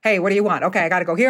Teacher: you will also expect that things are said more directly and they'll have like a downward inflection